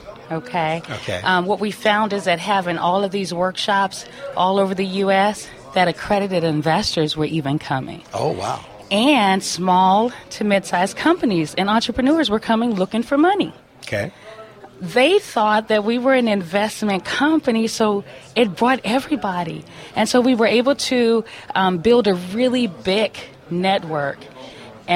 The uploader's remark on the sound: On location from the 2016 NCIA Cannabis Business Summit.